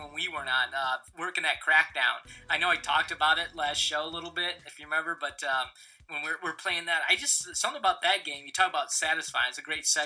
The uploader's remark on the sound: The audio was having problems this episode so it is a slightly worse quality this week.